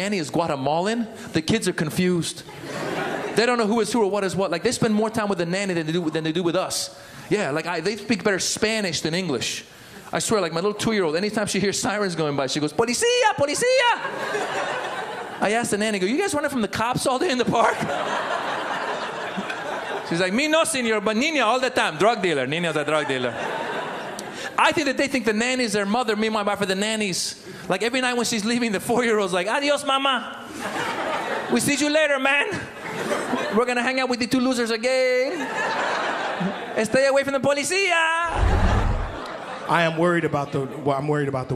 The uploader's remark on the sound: New York's Finest Stand Up Comedy Gotham Comedy Live